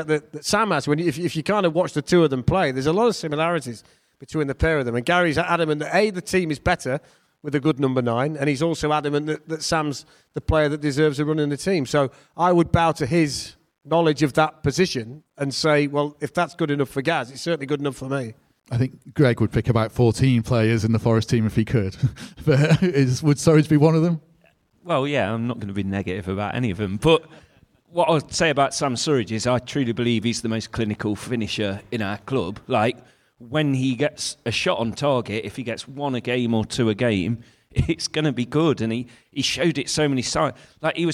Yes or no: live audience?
yes